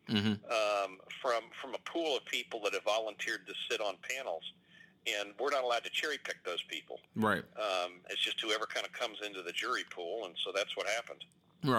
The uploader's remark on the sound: had a conference call scheduled and I asked him if I could record it